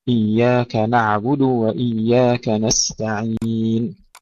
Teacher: هذه الآية كلها مرققة، كل الأحرف التي فيها مرققة، ليس فيها أي حرف مفخم، فلا نقول مثلا نستعين، نستعين، لا نفخم لا التاء ولا العين، وهذا ما يكثر فيه الخطأ، والسين أيضا.